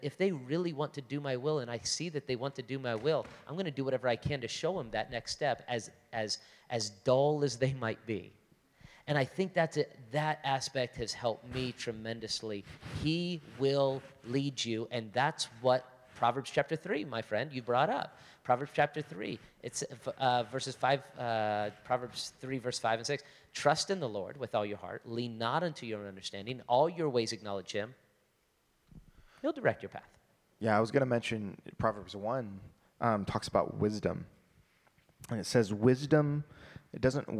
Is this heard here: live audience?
yes